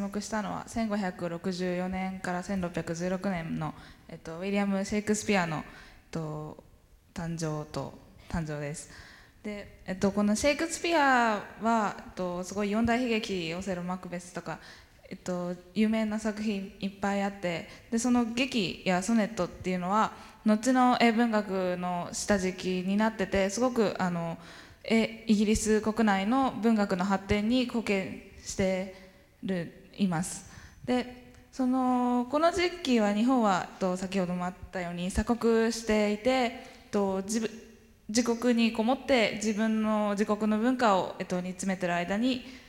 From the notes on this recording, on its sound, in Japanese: FM FESTIVAL 2012。１回限りの公開授業。TOKYO FM ホールで行なわれた。